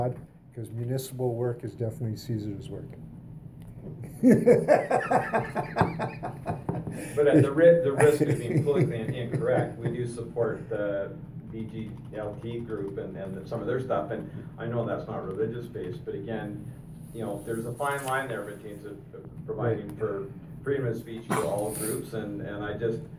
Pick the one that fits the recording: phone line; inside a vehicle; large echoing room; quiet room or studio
large echoing room